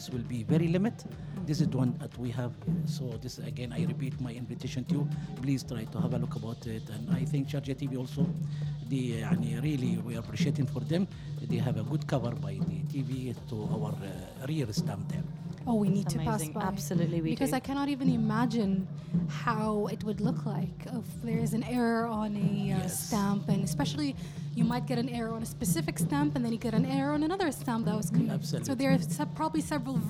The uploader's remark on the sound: Live from SHD 2023